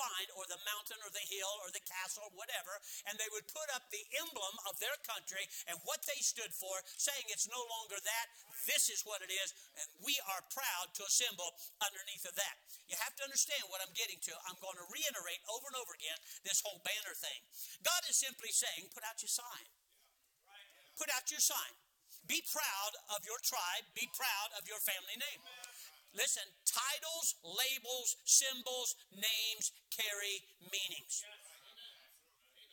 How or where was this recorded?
large echoing room